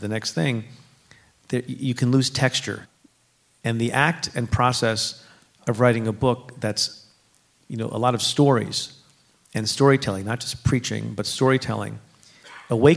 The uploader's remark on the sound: at a live taping of Stay Tuned at NYU’s Skirball Center.